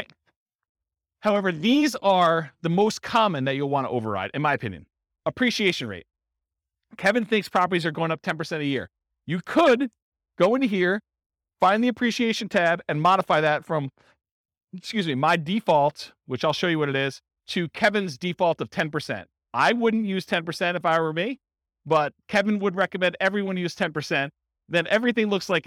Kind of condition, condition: setting, live audience